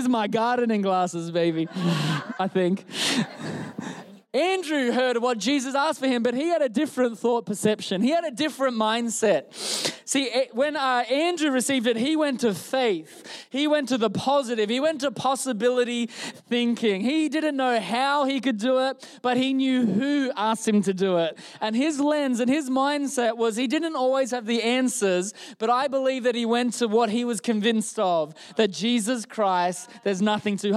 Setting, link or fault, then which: setting, large echoing room